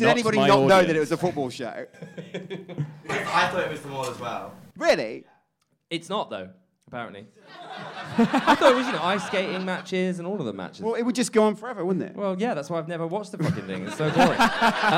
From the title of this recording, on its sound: Live in Edinburgh